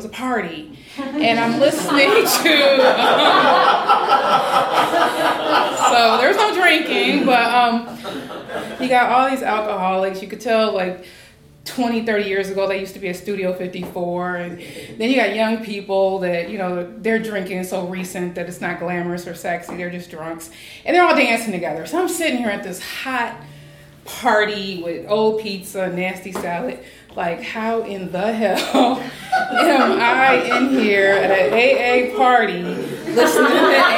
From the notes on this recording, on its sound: Live at The Story Studio! Share personal stories at our school's latest live show.